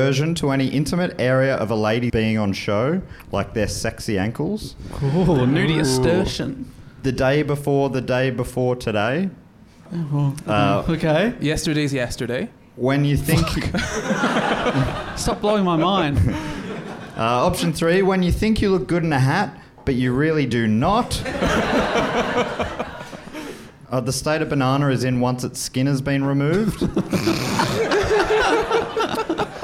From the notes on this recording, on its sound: Recorded live at the HiFi Club in Leeds, UK!